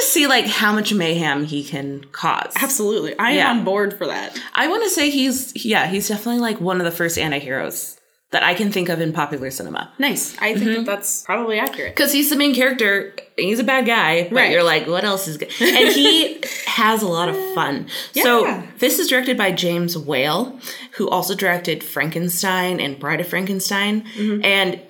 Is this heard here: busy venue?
no